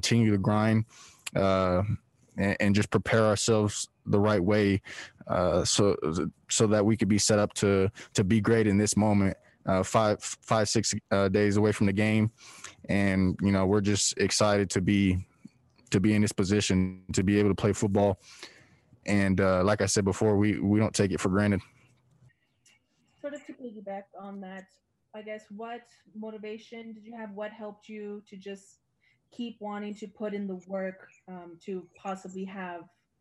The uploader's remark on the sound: Addressed the media Tuesday during media availability via Zoom.